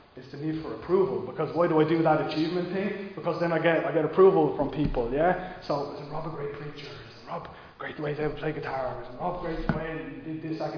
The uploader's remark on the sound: Recorded live in Liberty Church on 6 March 2022